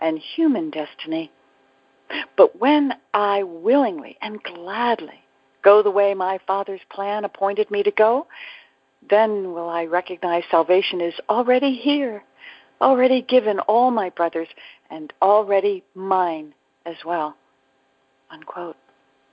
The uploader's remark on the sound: ACIM Daily TEXT Conference Call.